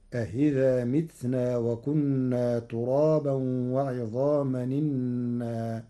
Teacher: مع تسهيل الهمزة الثانية بين في الموضع الأول، فتصير أهذا متنا وكنا ترابا وعظاما إنا.